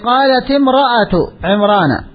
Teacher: كسر التاء التأنيث الساكنة من أجل التخلص من التقاء الساكنين